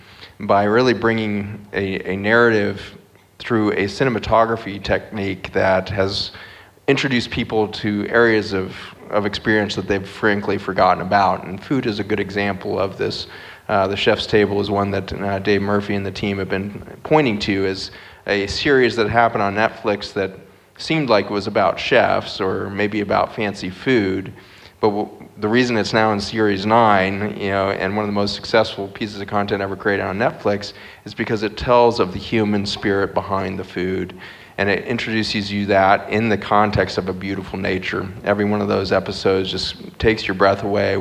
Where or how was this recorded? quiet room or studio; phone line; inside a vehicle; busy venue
busy venue